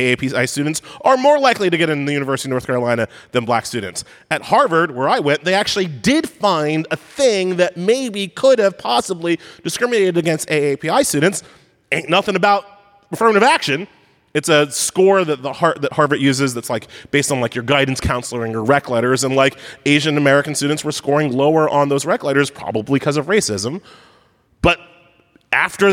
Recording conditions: live audience